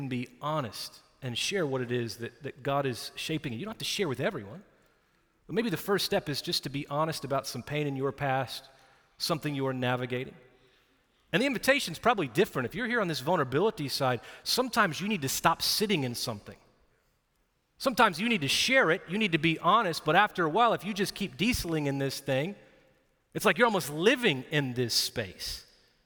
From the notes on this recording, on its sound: Recorded live at Brookwood Church on 4.23.2023